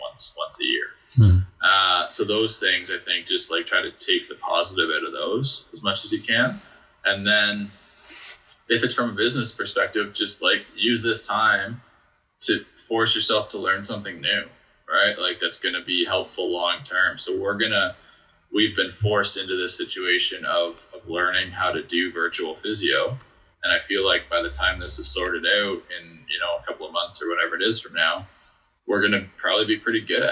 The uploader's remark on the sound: This Stay Home conversation was a little bit on the rough side as we faced some technical difficulties with recording to Zoom but I tried to clean up the audio as best as I could